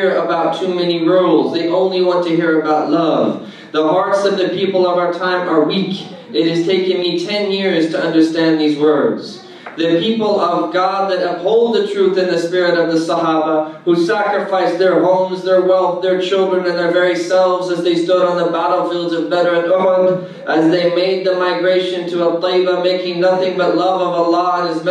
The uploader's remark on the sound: keynote address delivered at SeekersGuidance's New Home benefit luncheon